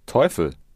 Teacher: The diphthong eu is pronounced oi